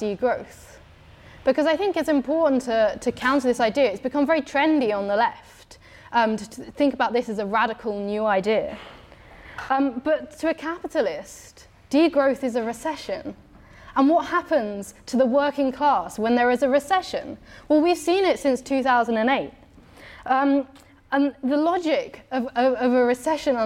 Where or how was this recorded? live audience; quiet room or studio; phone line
live audience